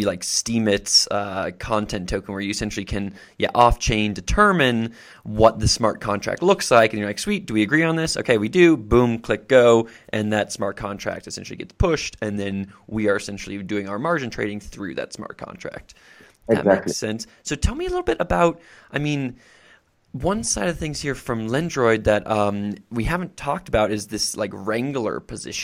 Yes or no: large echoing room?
no